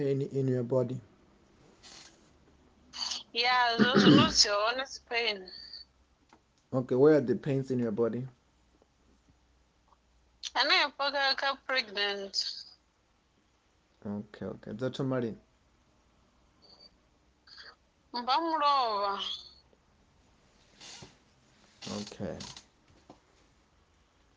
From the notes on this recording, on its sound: healing over the phone